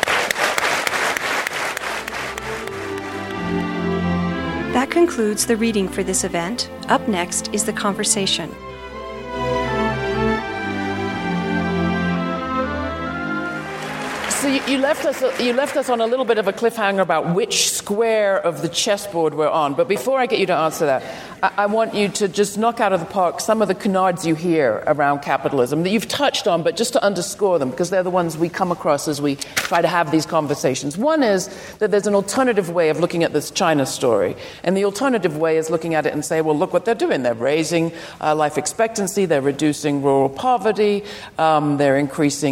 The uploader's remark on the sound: Recorded at the Lensic Theater in Santa Fe, New Mexico on October 24, 2018.